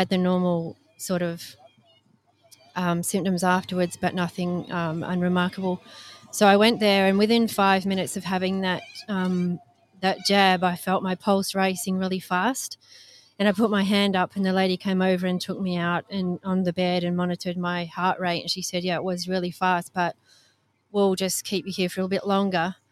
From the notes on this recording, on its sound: Live from Mandurah Foreshore. Here in Western Australia.